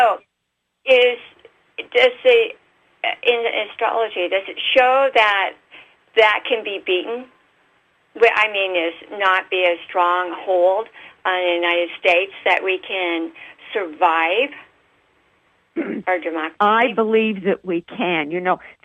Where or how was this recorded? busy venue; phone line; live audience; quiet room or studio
phone line